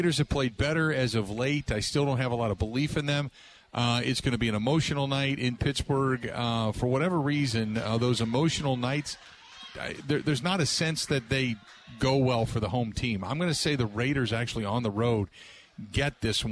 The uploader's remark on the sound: live from DJ's Goal Post